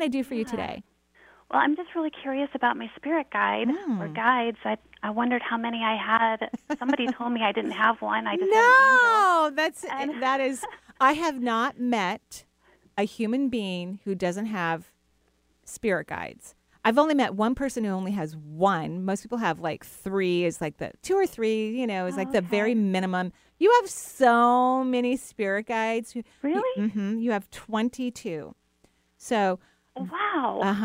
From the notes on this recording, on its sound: Enjoy this call in show.